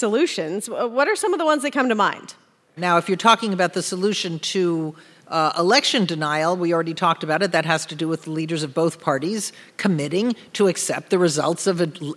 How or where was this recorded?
live audience